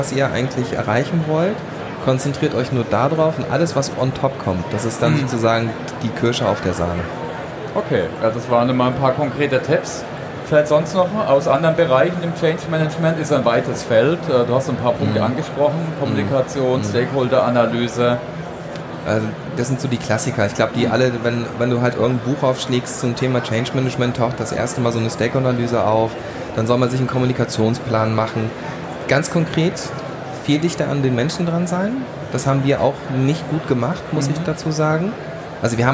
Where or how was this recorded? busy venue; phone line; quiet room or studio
busy venue